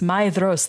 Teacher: The DH is a th sound. It's a voiced TH.